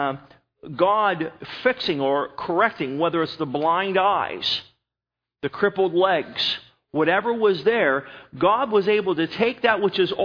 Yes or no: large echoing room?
yes